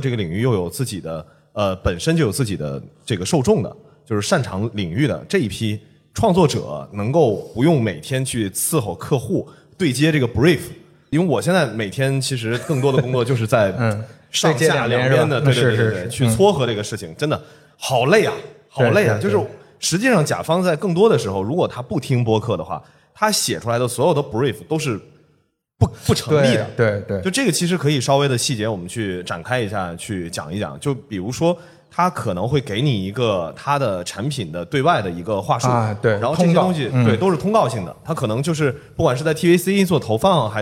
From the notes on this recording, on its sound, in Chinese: 本期节目是在刚刚过去的2023年CPA中文播客节创作者日活动的一场live录制。下面就让我们进入这期线下录制的精彩节目吧！